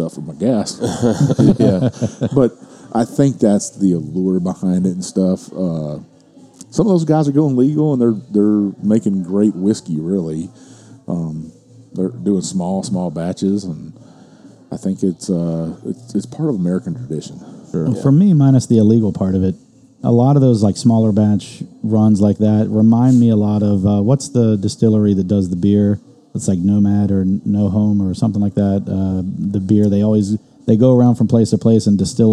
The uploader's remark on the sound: Justin's House of Bourbon in Louisville for hosting us while we recorded and setting us up in their back room